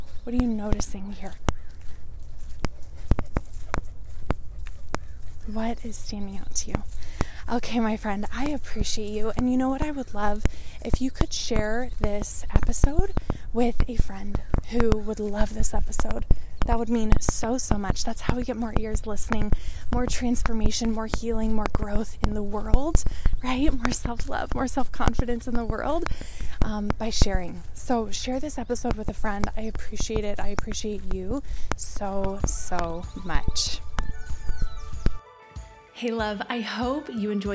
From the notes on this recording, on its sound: I recorded this while walking & the audio on this one is not the best quality.